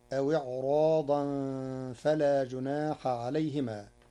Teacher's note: قرأ ورش كلمة إعراضا بتفخيم الراء كحفص لوقوع حرف الاستعلاء بعدها